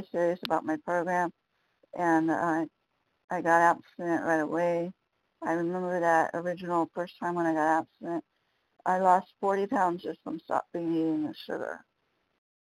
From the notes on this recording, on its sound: 100 Pounders Phone Meeting